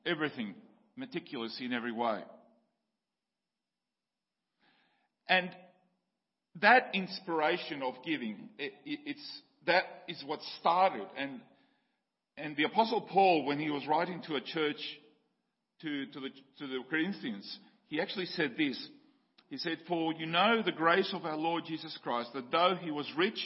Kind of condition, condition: setting, large echoing room